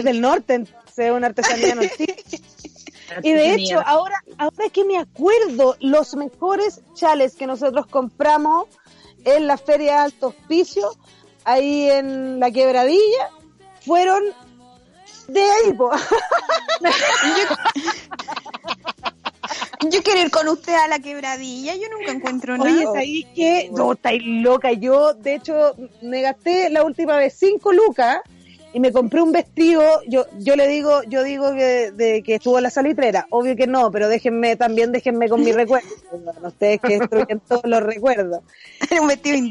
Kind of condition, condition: setting, outdoors